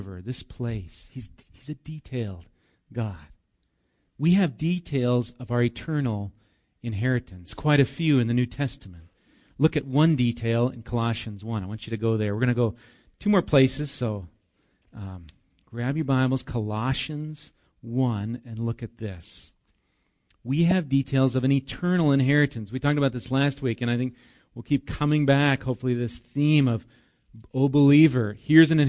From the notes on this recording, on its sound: Recorded live at Bethany Bible Church on 8/11/19